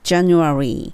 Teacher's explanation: じゃぬの時に歯の裏にベロが一回当たって